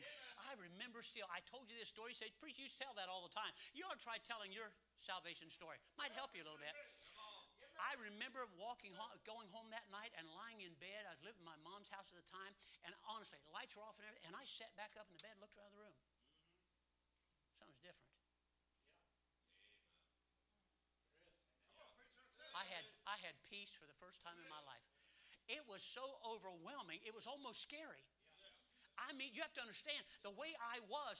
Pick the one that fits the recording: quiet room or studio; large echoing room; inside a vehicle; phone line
large echoing room